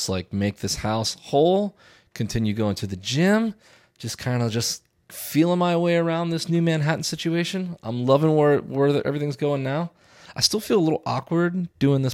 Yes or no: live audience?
no